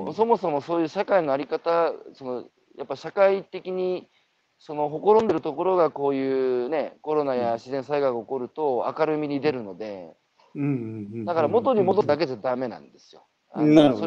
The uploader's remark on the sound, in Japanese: 歩きながら1時間、対談する